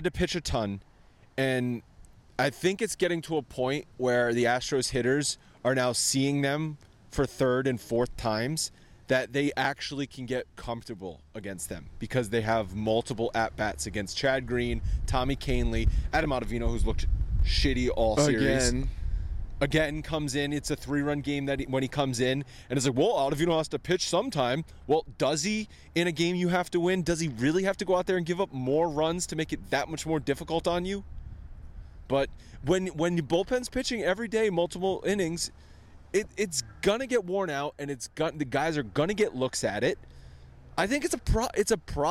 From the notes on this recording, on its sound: from outside Yankee Stadium